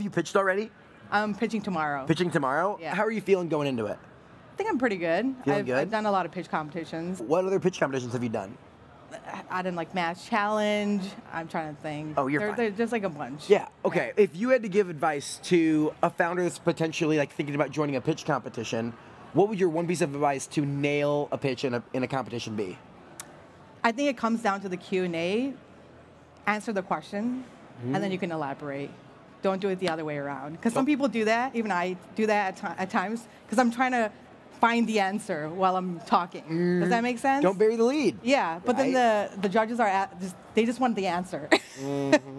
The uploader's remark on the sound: This conversation took place at Rally, the Largest Global Cross-Sector Innovation Conference.